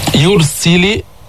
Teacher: فخمنا الراء لأنه ساكنة وقبل ضمه